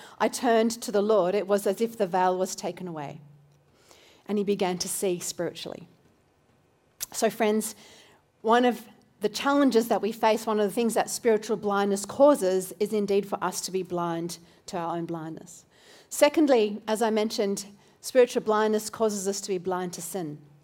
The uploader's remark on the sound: This recording is from Newlife Church: Robina, due to technical challenges in Brisbane.